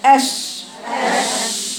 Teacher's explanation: بقول اس اس، هيوصل لمخرج الايه؟ السين، فيبقى فيه صفير